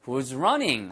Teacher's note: 이게 앞에 who, when, where, what 이런 걸로 시작하는 것들은 이미 정보가 내가 궁금해서 물어본다는 얘기를 하고 있기 때문에 끝을 올려서 말씀하지 않으셔도 돼요 · Term: falling intonation